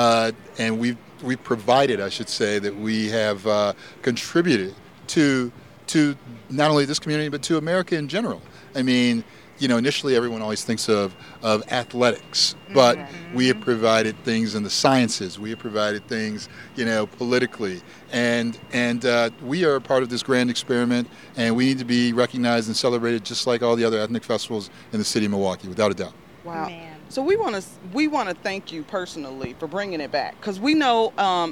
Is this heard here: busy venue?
yes